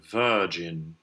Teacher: By stressed, I mean it's in the main syllable in English. We have this funny phenomenon where a schwa can be in the main syllable, virgin. And there we show it with the capital schwa, if you like, because it's in that stressed. · Term: stressed schwa